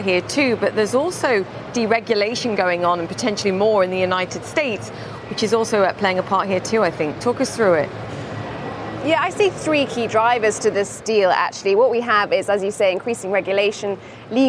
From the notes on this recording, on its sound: live from the New York Stock Exchange